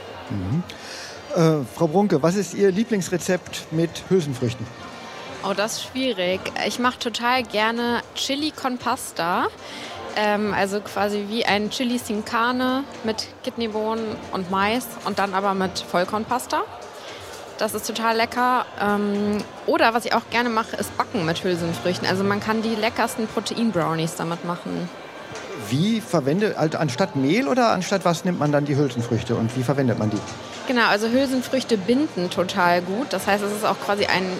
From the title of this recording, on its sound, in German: LIVE von der GRÜNEN WOCHE